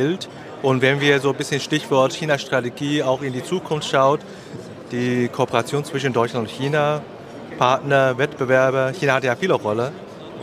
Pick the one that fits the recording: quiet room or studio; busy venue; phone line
busy venue